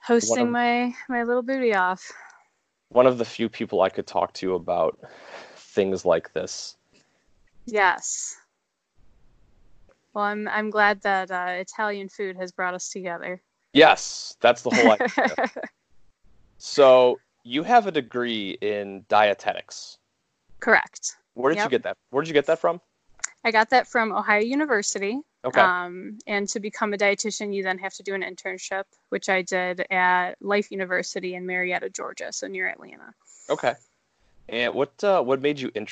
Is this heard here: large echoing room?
no